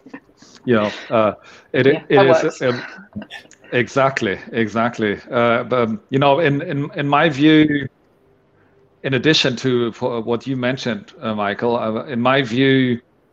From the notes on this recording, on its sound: We kicked off the first PropTech Ramble LIVE at Unissu's RE: Connect.